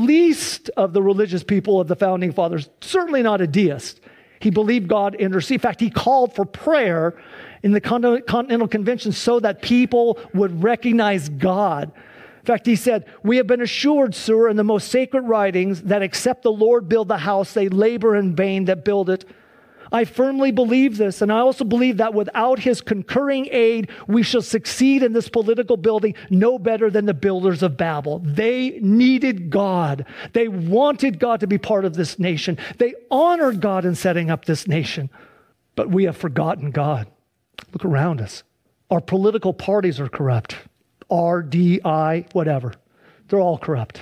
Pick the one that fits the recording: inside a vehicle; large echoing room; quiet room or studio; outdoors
large echoing room